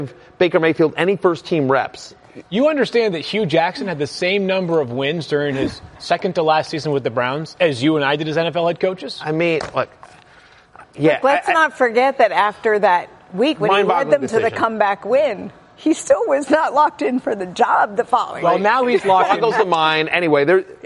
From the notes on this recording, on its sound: Live from the Fantasy Marathon